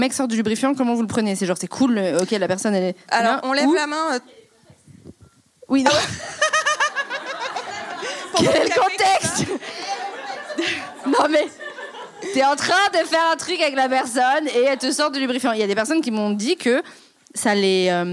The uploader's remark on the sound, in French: Épisode enregistré en public à l'occasion de la soirée de lancement officiel du jeu Discultons.